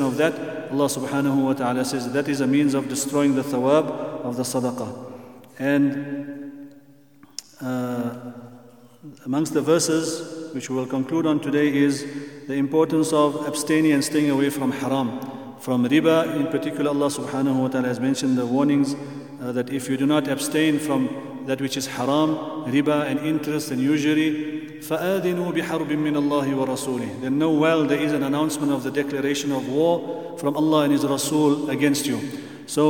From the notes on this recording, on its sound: at the Houghton Masjid (West Street)